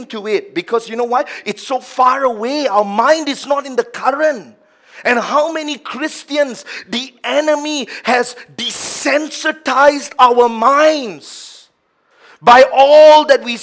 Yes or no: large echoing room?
yes